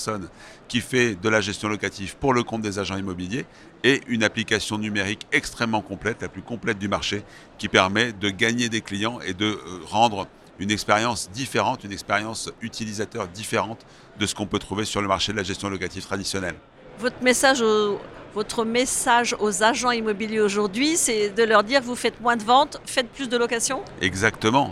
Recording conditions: busy venue